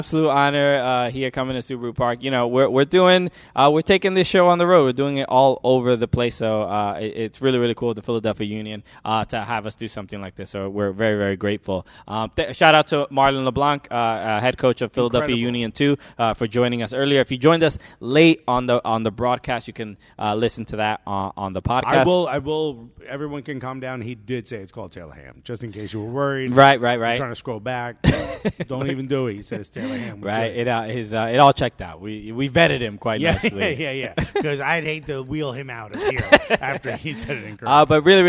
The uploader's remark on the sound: We are coming to you live from Subaru Park today!